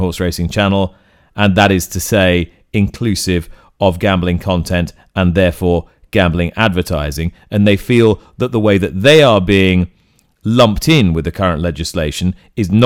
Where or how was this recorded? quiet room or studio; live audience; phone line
quiet room or studio